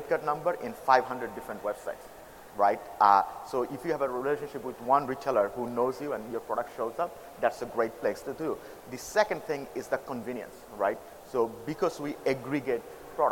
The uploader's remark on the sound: from the Sooner Than You Think conference in Brooklyn